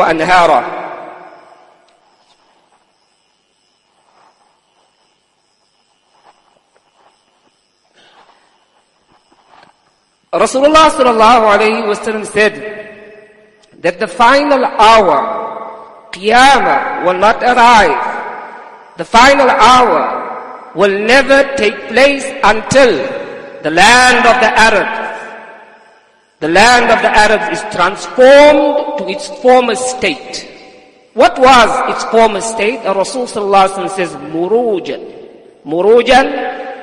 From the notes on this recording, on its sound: Jumuah lecture at Masjidus Salaam, Musgrave 20 Jan 2023.